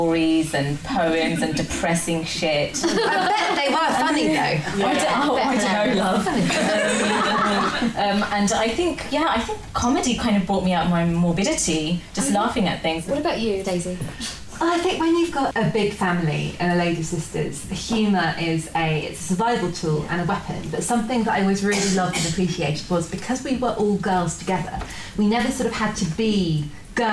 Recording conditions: live audience